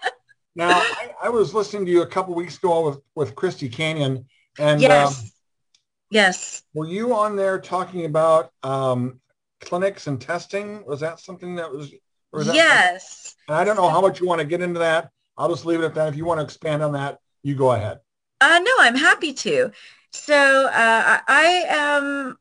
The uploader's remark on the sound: We held our Zoom Session. Two international guests were a part of the show.